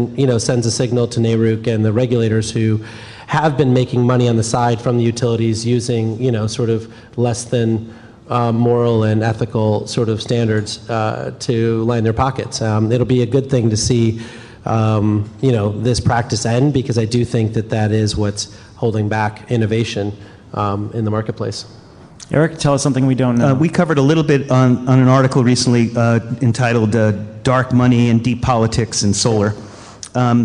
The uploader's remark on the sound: This week, we're coming live from GTM's Grid Edge World Forum.